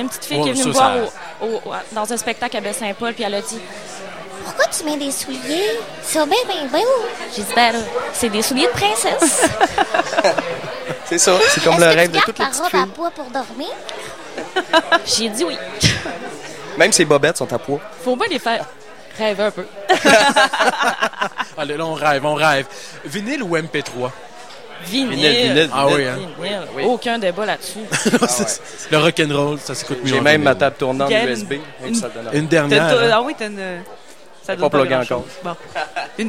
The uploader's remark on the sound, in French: Festival d'été de Québec, sur les ondes de CKRL 89,1 en direct du bar le Sacrilège.